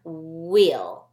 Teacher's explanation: The wagon has some wheels, and the word wheels begins with a WH. You can hear the W sound, wheel. But you really can't hear that H sound. · And even though there's an H there, the W and the H work together and they just make the one W sound